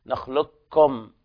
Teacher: المرسلات، وجوب الإدغام الكامل في قوله تعالى ألم نخلقكم، نخلقكم هنا يلاحظ نطق الكاف فقط بدون القاف · Term: إدغام كامل